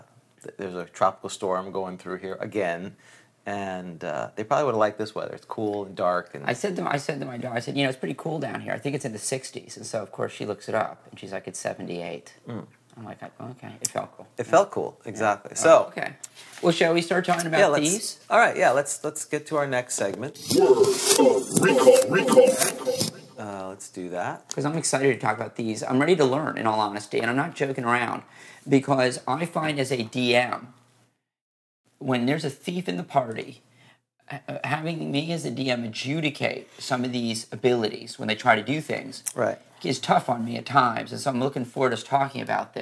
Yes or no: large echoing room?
no